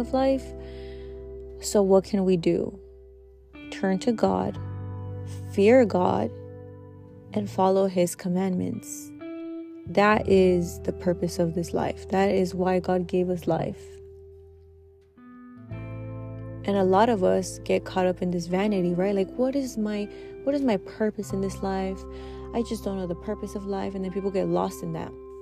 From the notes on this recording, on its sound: Impromptu, in the car.